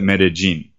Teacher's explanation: Anytime you have a double L in this region, in this accent of the people that live here, they pronounce it as a J sound rather than an L, like a Y sound